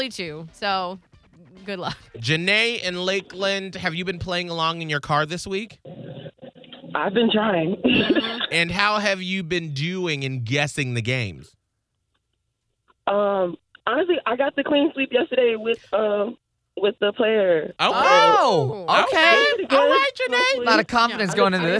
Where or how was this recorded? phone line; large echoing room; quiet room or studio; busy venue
phone line